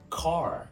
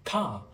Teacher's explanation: cái âm R thì nó sẽ nghe rất là rõ trong những từ như là từ ô tô, car, thì cong lưỡi vào trong · Shown in: first take · như vậy đúng không?